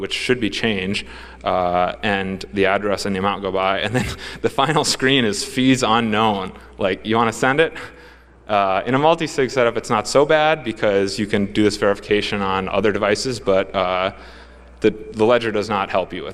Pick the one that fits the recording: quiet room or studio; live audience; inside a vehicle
live audience